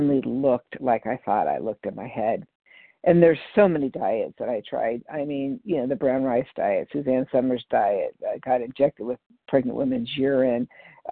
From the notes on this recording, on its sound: 100 Pounders Phone Meeting on 12/3/20